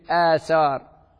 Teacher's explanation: فتبدل الهمزة الساكنة ألفا وتصبح في النطق الفعلي آثار.